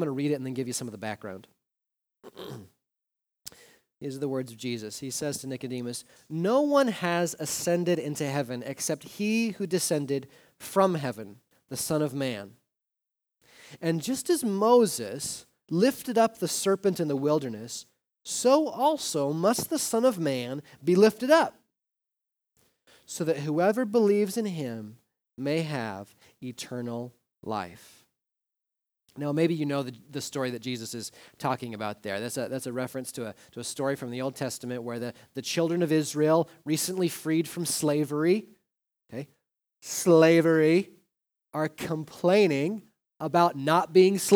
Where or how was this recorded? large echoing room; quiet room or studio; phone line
large echoing room